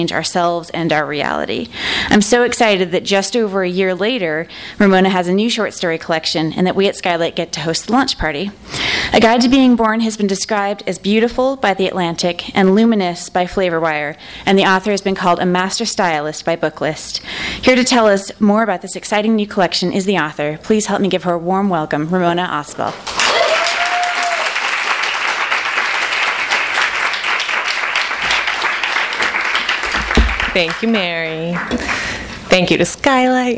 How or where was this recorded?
live audience